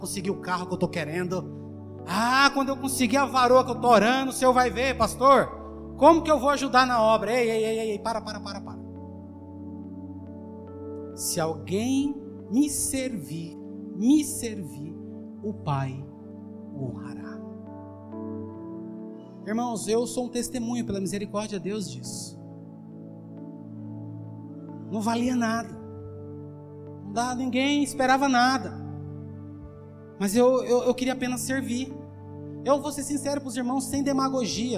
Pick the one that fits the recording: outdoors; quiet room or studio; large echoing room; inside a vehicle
large echoing room